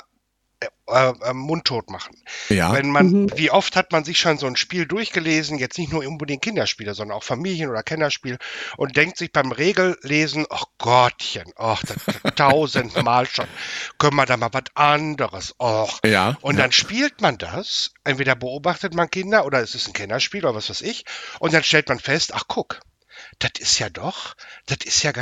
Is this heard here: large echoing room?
no